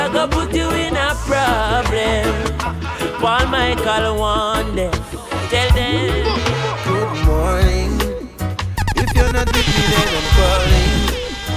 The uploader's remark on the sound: LIVE AUDIO. LIVE AT ISLAND SATURDAYS ON JUNE 17TH.